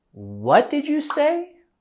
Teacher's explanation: En esta pregunta vamos a caer la entonación al final.